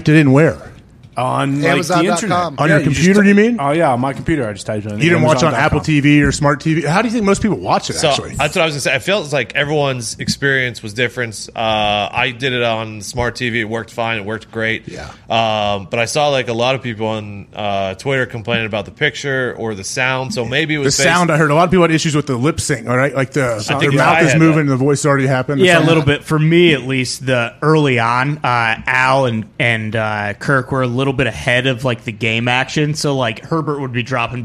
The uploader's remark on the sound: live on location in Boone, North Carolina from the set of College GameDay